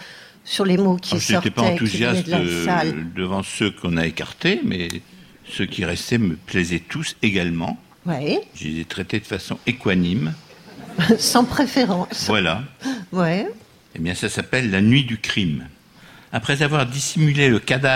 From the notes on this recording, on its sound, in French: La récré littéraire enregistrée en public. Au studio 105 de la Maison de la radio.